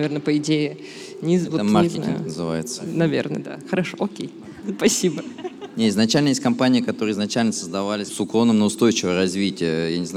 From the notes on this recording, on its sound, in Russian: Live в музее «Гараж». Этот выпуск записан в партнёрстве с Garage Radio.